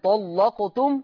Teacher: تغليظ اللام في لفظ طلقتم وفي لفظ ظلم